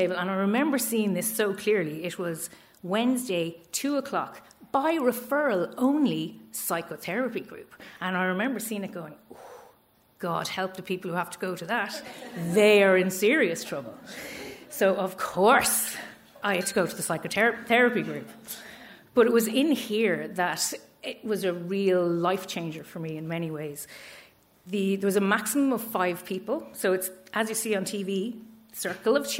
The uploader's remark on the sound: Three stories recorded live at our monthly Story Slam.